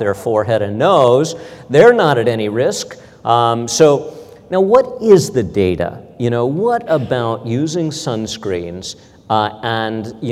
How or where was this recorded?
large echoing room